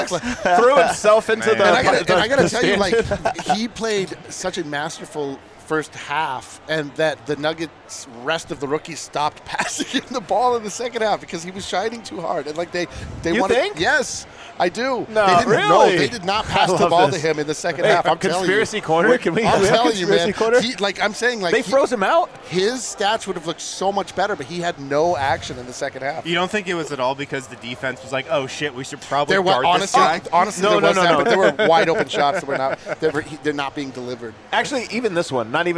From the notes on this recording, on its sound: LIVE in Vegas at Circa Resort and Casino